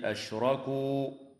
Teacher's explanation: تفخم الراء وصلا ووقفا في كلمة أشركوا، وفي كلمة أشركنا، وفي كلمة حرمنا، نظرا لأنها مفتوحة